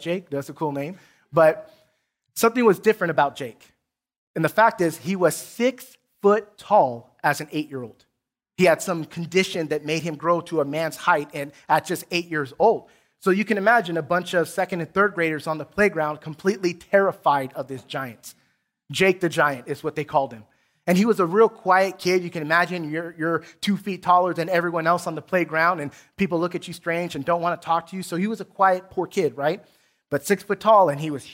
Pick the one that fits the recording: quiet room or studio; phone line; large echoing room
large echoing room